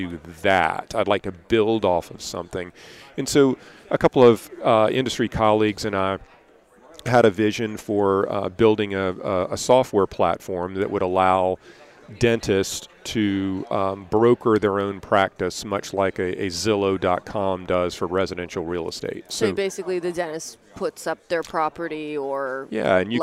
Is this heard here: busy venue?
yes